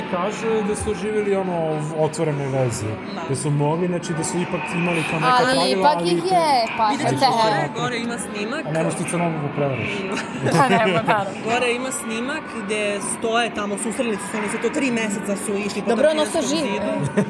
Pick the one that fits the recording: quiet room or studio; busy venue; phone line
busy venue